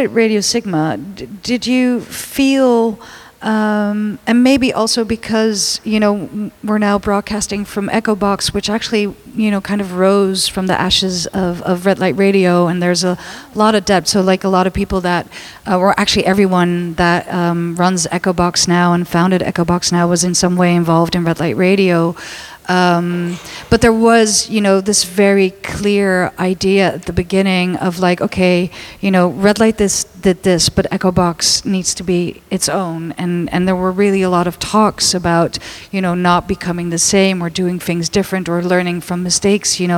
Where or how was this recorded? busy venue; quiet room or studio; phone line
busy venue